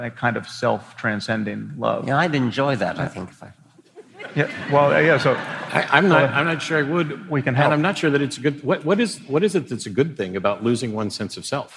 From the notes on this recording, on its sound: was recorded for the Making Sense podcast at the Orpheum Theatre in Vancouver on November 2, 2017.